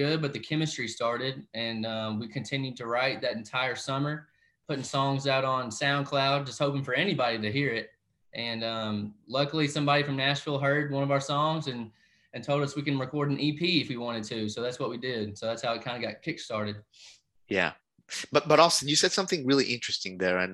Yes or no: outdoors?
no